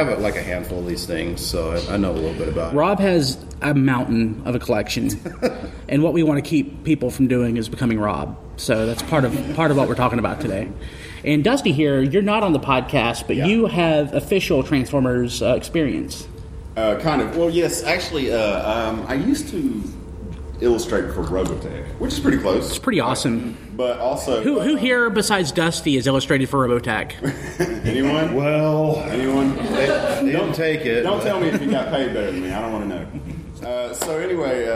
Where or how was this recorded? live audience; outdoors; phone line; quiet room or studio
live audience